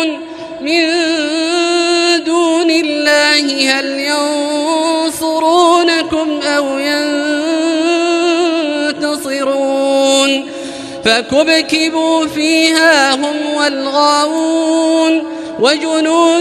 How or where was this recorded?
large echoing room